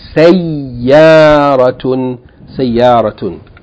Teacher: You have to hold the ya. It's a shadda.